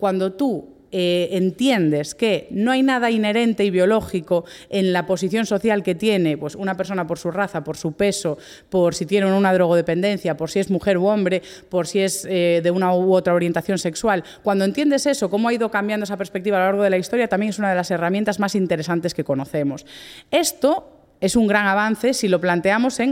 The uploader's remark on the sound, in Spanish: Dataforumjusticia 2023 que se celebró en la Laboral de Gijón. Este episodio se ha grabado en directo en el espacio Ágora.